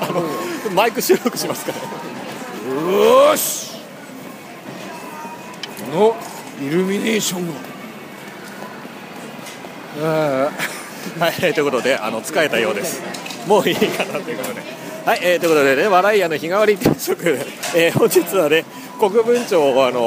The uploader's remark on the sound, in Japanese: 本日の放送は、敵情視察も兼ねて仙台の繁華街にて収録です。